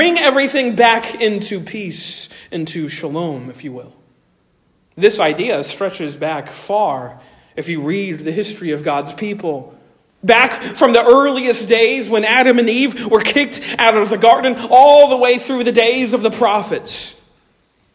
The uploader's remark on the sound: Originally delivered on 10 December 2023 at Stonington Baptist Church, Paxinos, PA